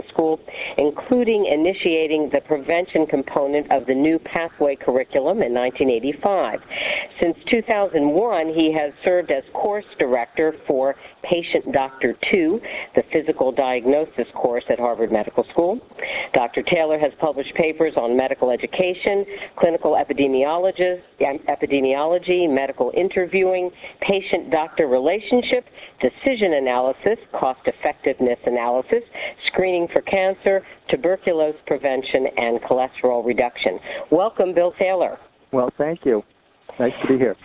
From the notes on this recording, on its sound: May 2006 Author in the Room® Teleconference